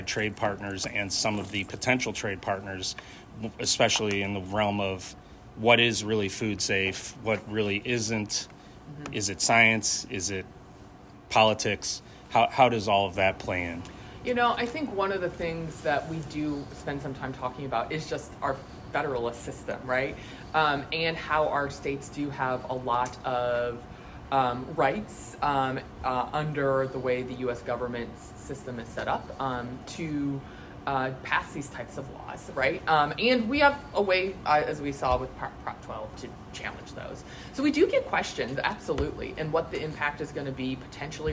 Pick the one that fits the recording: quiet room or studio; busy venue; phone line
busy venue